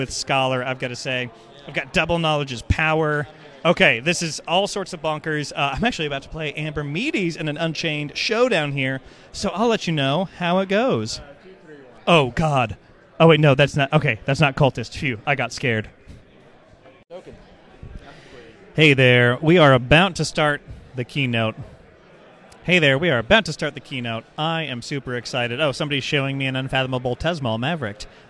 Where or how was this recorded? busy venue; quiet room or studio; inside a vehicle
busy venue